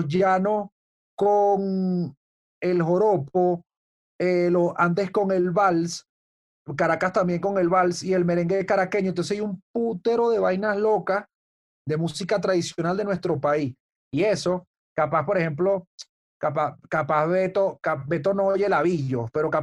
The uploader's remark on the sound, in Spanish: El Music Deal se conecta vía zoom con un hermano de la casa